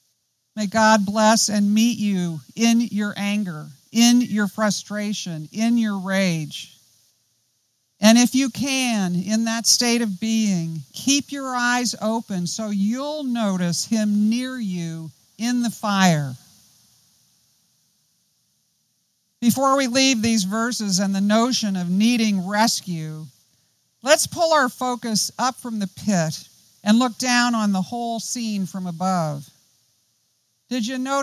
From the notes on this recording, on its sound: Join us as we study the Psalms this season at Trinity North Shore. Outdoors this Summer, outside the Retreat House. On the beautiful and scenic campus of Gordon Conwell Theological Seminary 130 Essex St, South Hamilton, MA 01982.